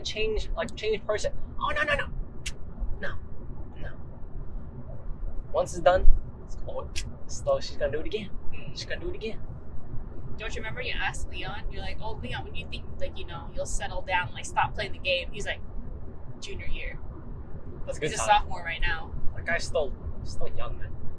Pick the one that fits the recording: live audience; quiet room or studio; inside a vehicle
inside a vehicle